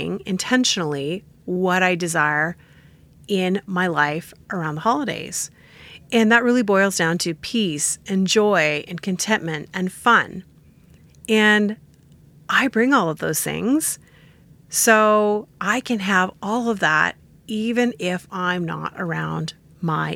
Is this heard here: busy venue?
no